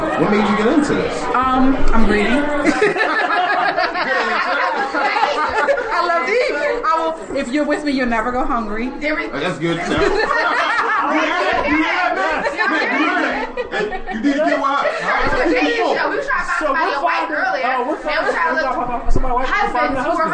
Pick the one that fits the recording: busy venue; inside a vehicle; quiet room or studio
busy venue